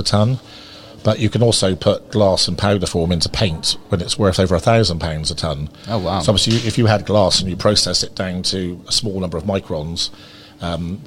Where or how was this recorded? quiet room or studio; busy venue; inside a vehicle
busy venue